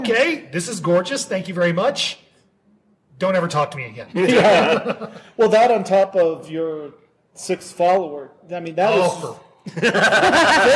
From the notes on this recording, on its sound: Live! From Nerdtacular. The first full day of content is over and we’re into the second day as we record this.